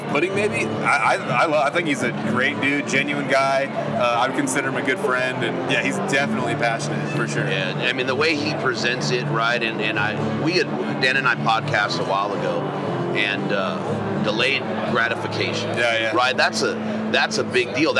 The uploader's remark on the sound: Hunt Expo Live From the Initial Ascent Mountain Dude Table. It was so good to be back at the Western Hunting and Conservation Expo in Salt Lake, recording live eps.